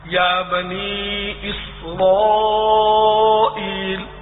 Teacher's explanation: بنی یعنی نون کے بعد یائے مدہ ہے، ایک الف کے برابر اس کو کھینچیں گے اور پھر مدے منفصل یہاں آئے گا قاعدے کے حساب سے، دو الف کے برابر کھینچے گا.